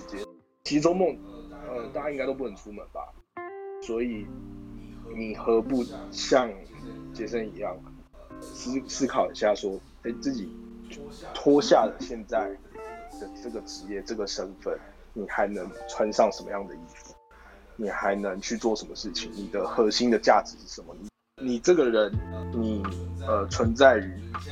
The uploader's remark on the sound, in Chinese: 疫情的關係，我們採用 ClubHouse 的方式錄音。有一些不清楚或雜訊的部分，還請大家多多包涵見諒。麥克風怪怪的。